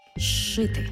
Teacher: У слові «зшити» – «з» – свистячий, поряд «ши» – шиплячий. А разом «з» плюс «ши» на початку слова читаємо як подовжений звук «ши».